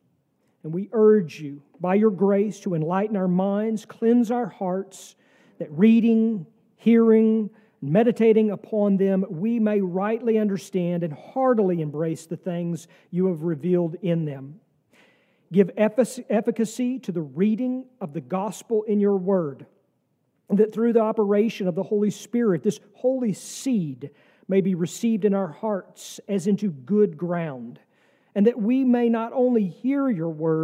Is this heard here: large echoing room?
yes